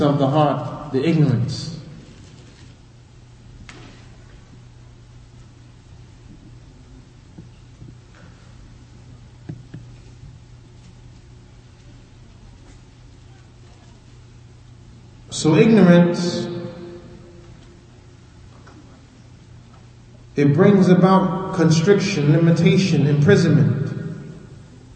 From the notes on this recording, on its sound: Lecture given at Masjid Nur Allah, Queens, NY